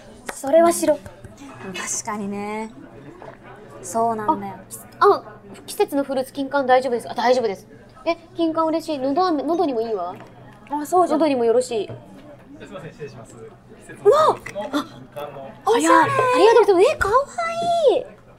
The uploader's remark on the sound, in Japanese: 今回もニッポン放送を飛び出して「The CHOYA 銀座BAR」さんにお邪魔しての収録です！外ロケですが。